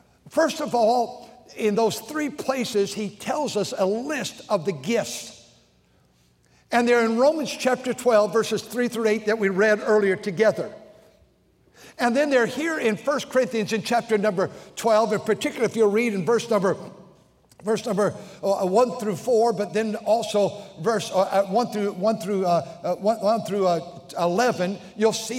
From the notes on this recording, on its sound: during the Sunday Morning service on June 4, 2023, at North Valley Baptist Church in Santa Clara, California